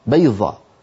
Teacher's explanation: فيستعملون طرف ألسنتهم بدل حافة اللسان يجدونه أسهل